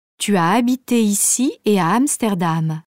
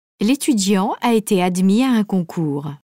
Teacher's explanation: On enchaîne le son vocalique de la fin d'un mot et le son vocalique qui commence le mot suivant. · Term: enchaînements vocaliques